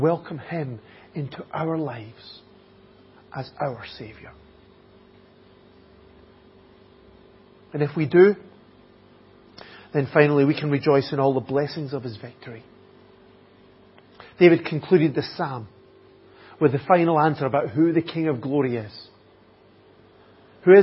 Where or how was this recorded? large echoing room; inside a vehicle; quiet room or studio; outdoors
large echoing room